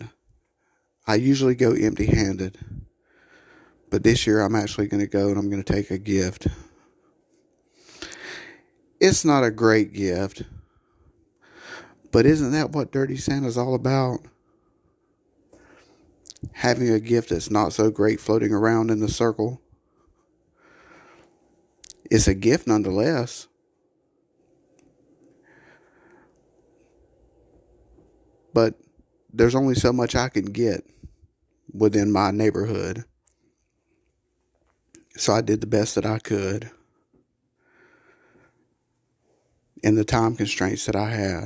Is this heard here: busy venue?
no